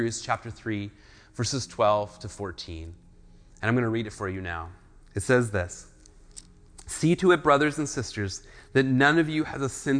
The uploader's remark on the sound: speaks at SouthRidge Fellowship, a Langley church.